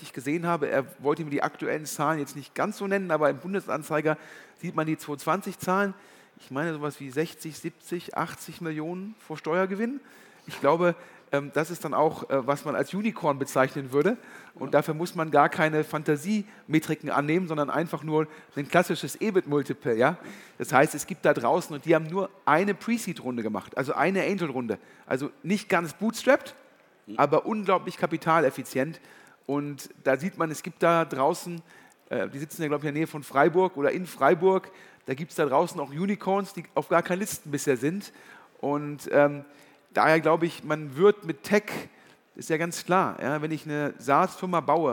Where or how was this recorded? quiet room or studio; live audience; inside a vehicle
live audience